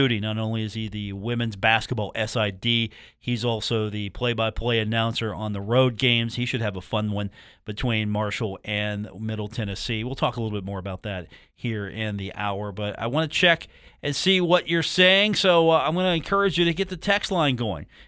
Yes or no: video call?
no